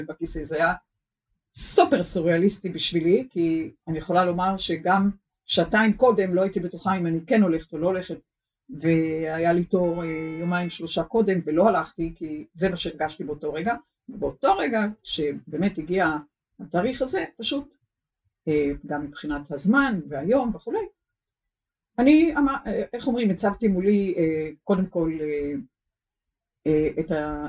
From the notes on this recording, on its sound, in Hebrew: עקב תקלה טכנית, הסאונד מתחת לסטנדרט של הקלטות קודמות.